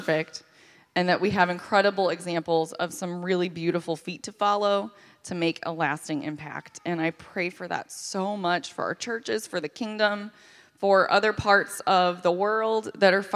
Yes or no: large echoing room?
yes